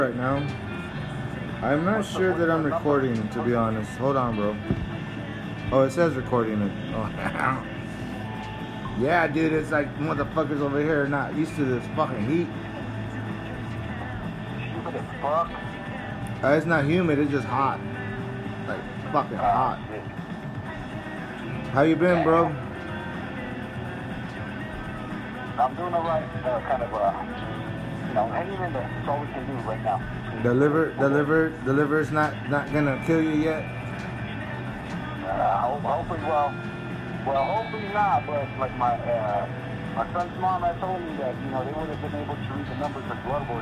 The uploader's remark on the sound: Pretty much phone talk with my childhood friend living in Navajo nation. Drinking alcohol and talkin a bunch.